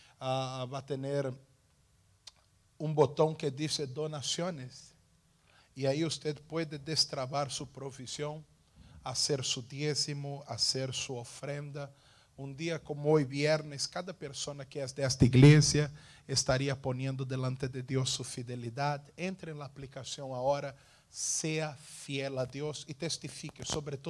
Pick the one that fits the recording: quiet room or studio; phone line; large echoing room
large echoing room